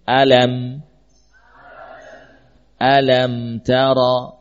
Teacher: Ini gunnah misalkan, gunnahnya adalah gunnah yang standar, ya, standar zamannya seperti zaman dari huruf-huruf yang lain ketika disukun. Alam, coba baca. · Term: izhar syafawi